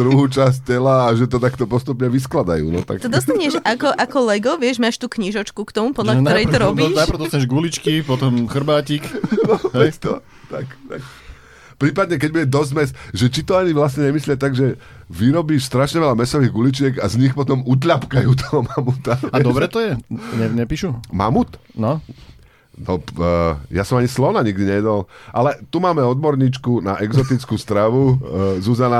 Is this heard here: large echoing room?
no